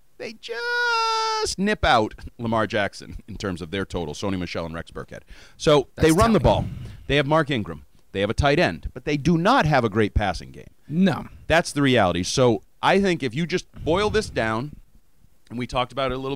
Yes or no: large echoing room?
no